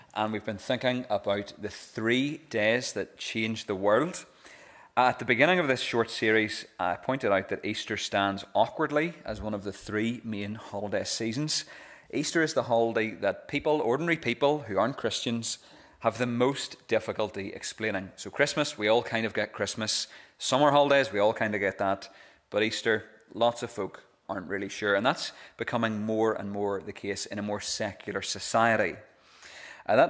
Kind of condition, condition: setting, large echoing room